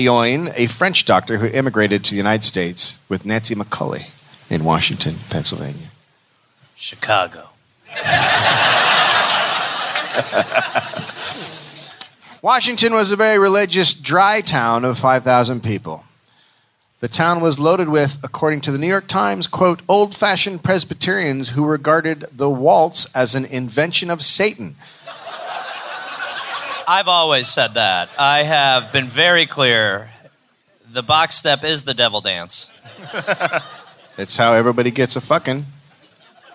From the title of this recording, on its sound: Live in Chicago